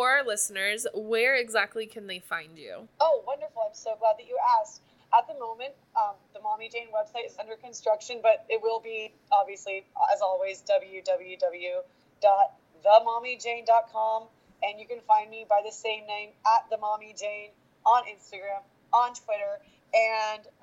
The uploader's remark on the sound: did not notice how low the volume was until I edited, my apologies for the sound!